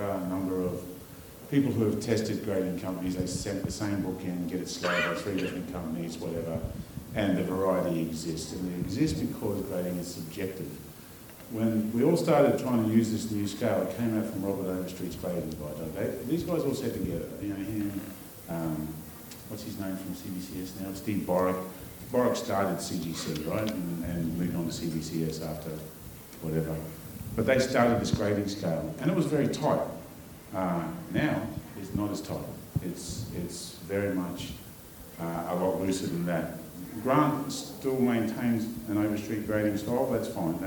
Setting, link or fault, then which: setting, live audience